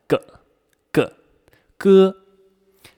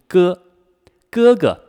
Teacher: 舌头后面舌根部分抬起来，堵住我们的口腔和喉咙里那个小小的软腭挤在一块 · Term: 舌根音